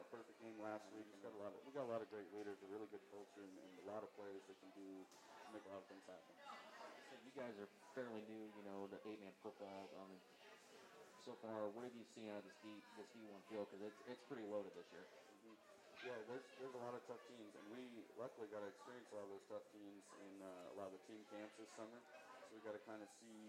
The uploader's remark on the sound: Our debut episode had some first-time bugs that we'll get worked out. Also, we apologize for the low volume on the audio — you may want to turn your volume up.